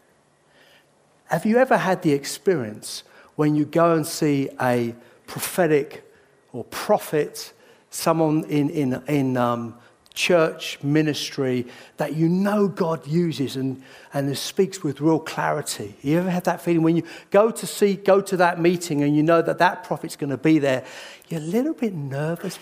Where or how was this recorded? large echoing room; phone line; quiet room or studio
large echoing room